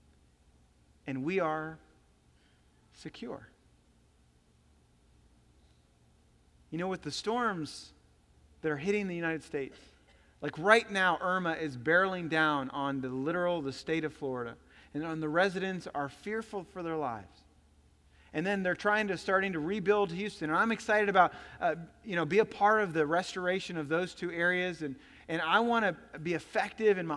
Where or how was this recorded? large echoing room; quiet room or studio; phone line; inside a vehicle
large echoing room